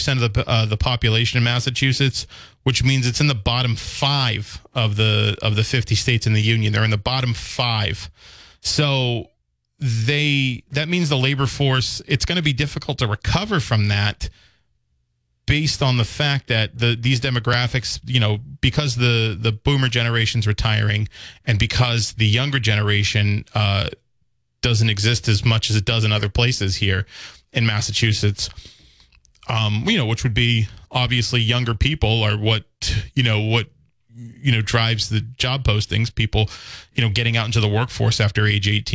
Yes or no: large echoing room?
no